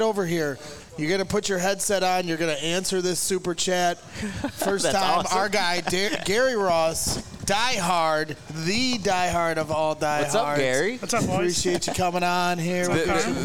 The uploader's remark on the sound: the CHGO Bears Podcast LIVE as they broadcast from Midtown Athletic Club in Bannockburn!